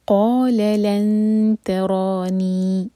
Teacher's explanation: لن لائٹ اخفا، دو سیکنڈس کا ٹائم دیں گے